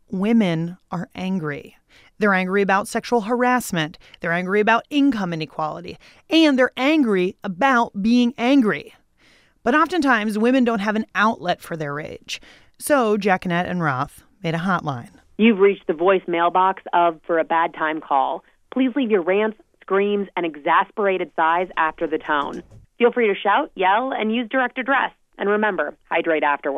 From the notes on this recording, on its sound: Phone our rage into the For A Bad Time Call hotline.